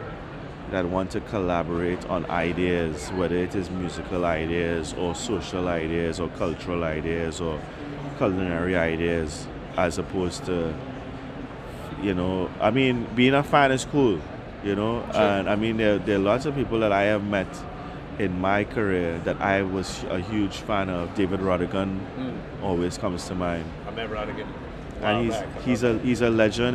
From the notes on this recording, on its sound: Rebel Radio LIVE at Collision Conference. At the Collision Conference in New Orleans this spring.